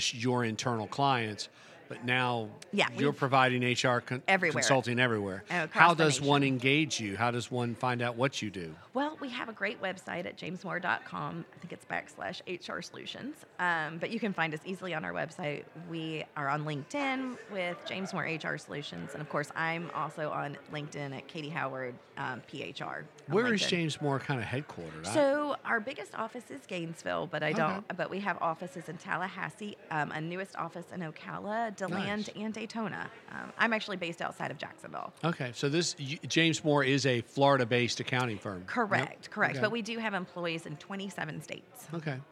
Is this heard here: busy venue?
yes